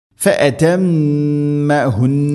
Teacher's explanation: മീമിന് ശദ്ദ് മണിക്കണം, നൂനിന് ശദ്ദ് മണിക്കണം, അവിടെ വഖഫ് ചെയ്യുകയാണ്.